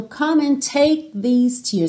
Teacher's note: take, eu tenho esse movimento aqui dentro para fazer esse K, k, k, k, e eu faço um movimento, eu só não solto o som